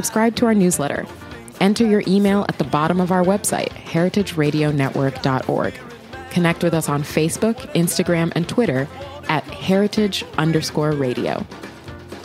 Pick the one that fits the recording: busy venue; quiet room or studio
busy venue